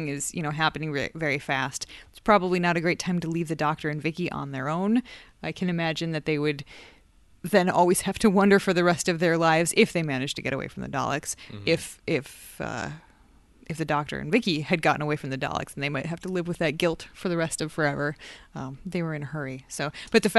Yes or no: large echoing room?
no